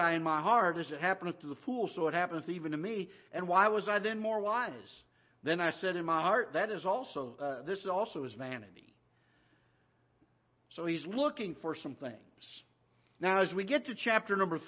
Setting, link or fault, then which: setting, large echoing room